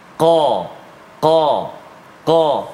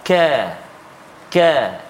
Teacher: qaf dia ada sifat tebal dia qa qa qa kaf dia tak tebal